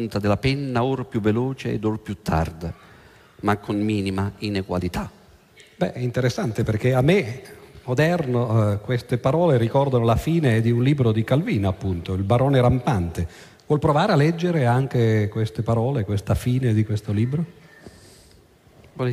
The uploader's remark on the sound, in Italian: Registrato presso l'Auditorium di Roma il 15/03/08.